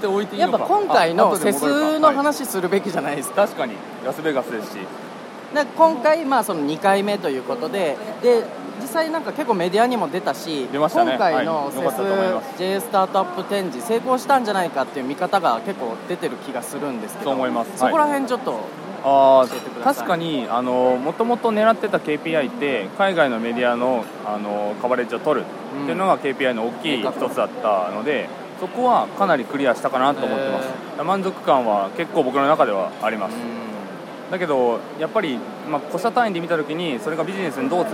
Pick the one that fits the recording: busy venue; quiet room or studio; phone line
busy venue